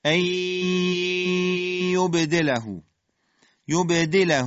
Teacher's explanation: ساکن در حرف یا بلکه یا ما اینجا با غنه هستش یعنی نون صداش باید به صورت غنه در حرف یا شنیده بشه · Term: ادغام معل غنه